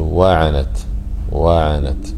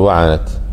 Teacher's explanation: وفي علم التجويد يسمونها علم النبر، يعني ينبغي أن ترتفع بصوتك في الواو بحيث أن يتميز الواو عن العين · Shown in: first take · فتقول وعنت وعنت، لا تقول وعنت كأنها كلمة واحدة.